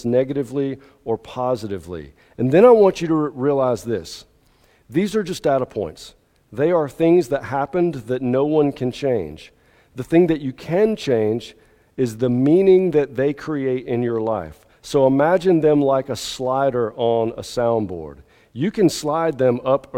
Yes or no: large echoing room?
yes